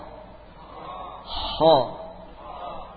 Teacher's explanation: Dari ujung tenggorokan di sekitar pangkal lidah. Sekitar pangkal lidah atau di sekitar anak lidah, ya. · Term: huruf kha